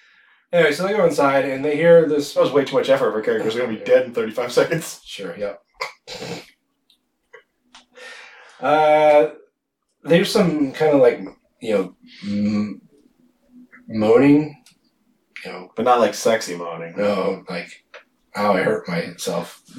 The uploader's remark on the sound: We made an oopsie with the sound on this one.